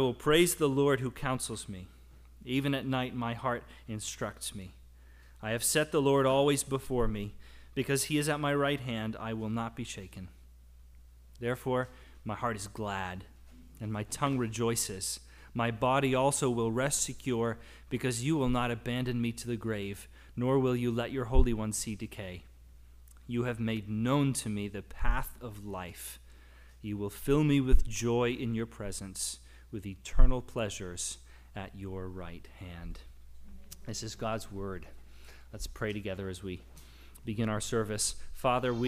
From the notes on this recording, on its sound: The audio recording of our worship service.